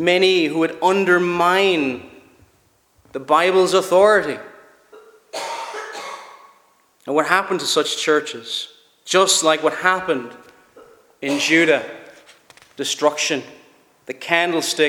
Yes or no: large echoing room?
yes